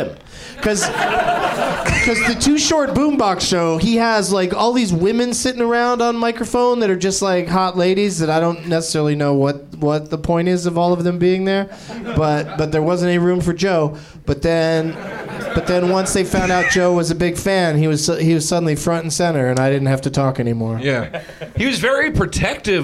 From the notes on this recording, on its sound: Live from the NerdMelt Showroom in LA